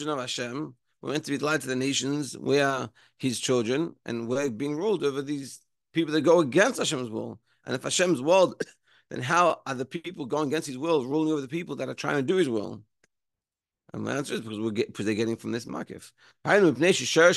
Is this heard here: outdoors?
no